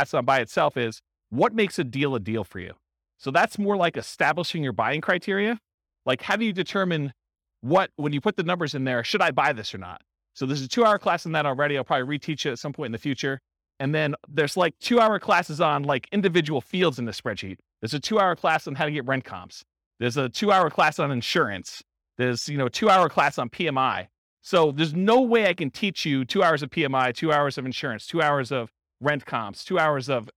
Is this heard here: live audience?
yes